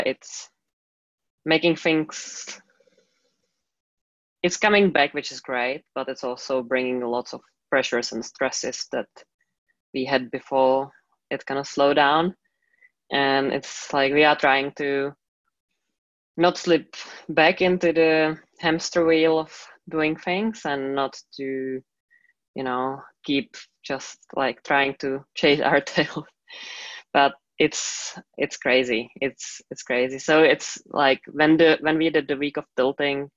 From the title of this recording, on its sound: Live Community Call